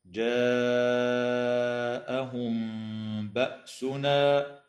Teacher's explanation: تخفى الميم إخفاء شفويا عند الباء مع الغنة